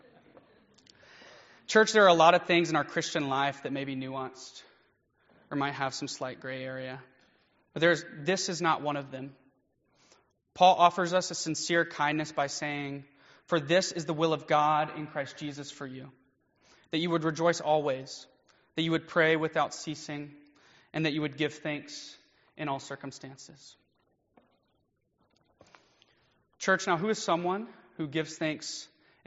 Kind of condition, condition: setting, large echoing room